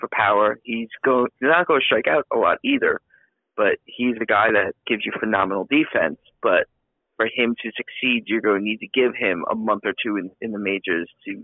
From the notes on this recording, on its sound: Called.